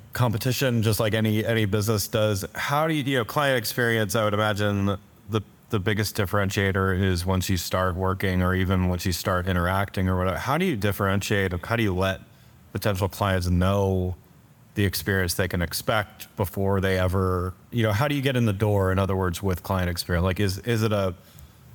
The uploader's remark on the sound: I am here in Durham North Carolina at the 2023 CXPS - that’s Customer Experience for Professional Services - Conference.